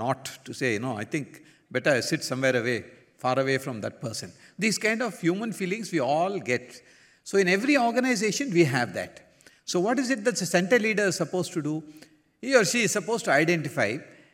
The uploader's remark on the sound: Talk during Center Leaders Conference in Prasanthi Nilayam.